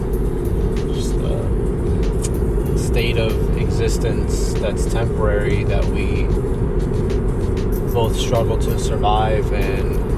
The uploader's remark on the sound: Ramble While Driving